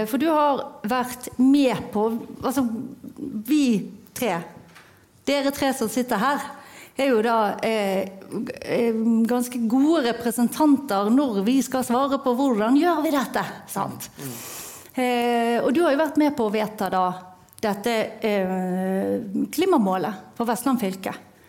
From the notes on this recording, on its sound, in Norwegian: Live fra toppledermøtet 2023. Nå kan du høre hele panelsamtalen fra møtet i denne første liveinnspillingen av Operasjon Nullutslipp.